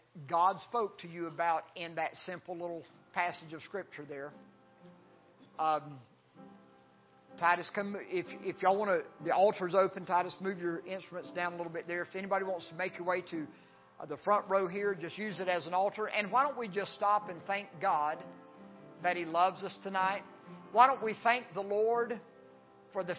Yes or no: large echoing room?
yes